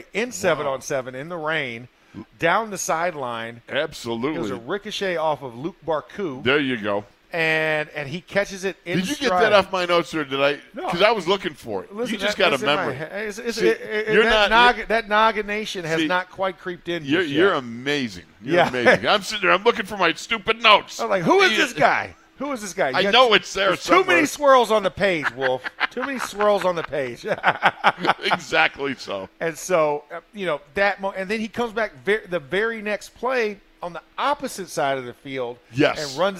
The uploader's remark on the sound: In the Locker Room Live from Steelers Camp